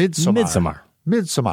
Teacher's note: Just a little bit of emphasis is needed on the first syllable, Midsommar, and it's perfect.